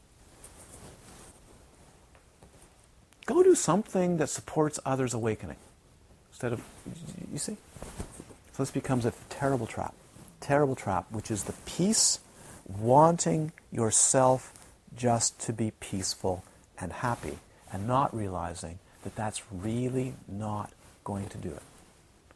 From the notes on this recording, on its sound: This series of 60 Dharma talks were recorded during a retreat at Crystal Mountain Retreat Centre, Galiano Island, during July and August of 2012.